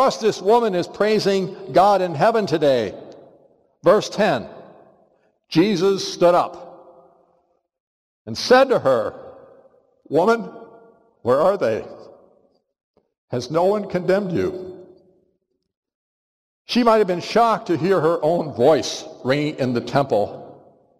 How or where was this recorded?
large echoing room